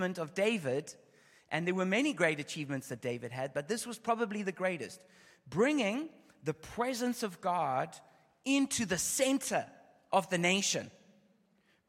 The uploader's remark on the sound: Opening session of the 2023 Every Nation Campus Conference hosted by Every Nation Berlin